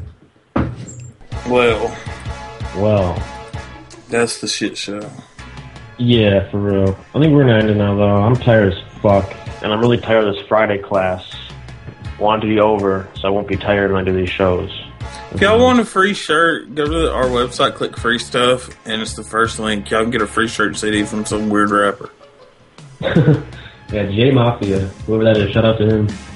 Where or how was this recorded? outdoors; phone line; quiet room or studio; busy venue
phone line